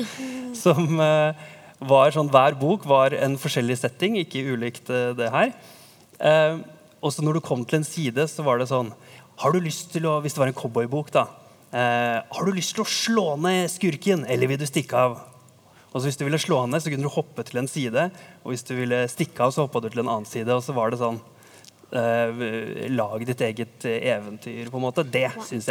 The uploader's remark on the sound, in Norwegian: Opptaket er gjort på Sentralen i Oslo i forbindelse med Lesekioskfestivalen.